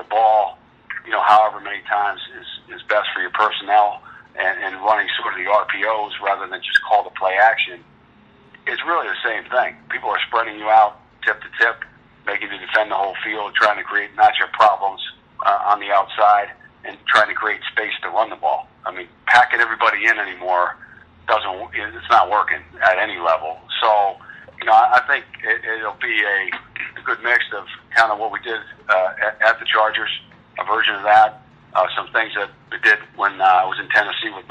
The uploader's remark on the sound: Full Teleconference